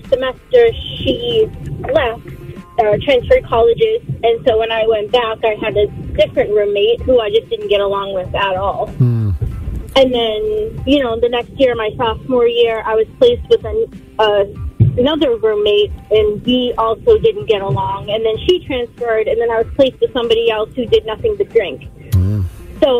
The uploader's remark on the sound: Listeners Call